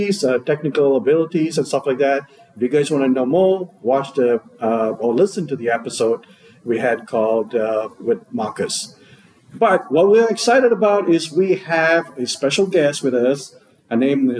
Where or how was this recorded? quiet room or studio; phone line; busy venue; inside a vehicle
busy venue